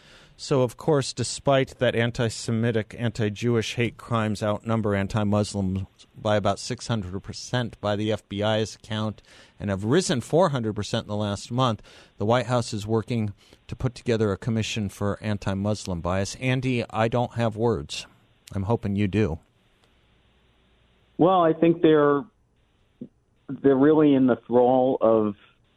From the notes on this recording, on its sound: joins the show by phone